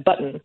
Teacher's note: When there's a T before an N, we say make it a glottal stop.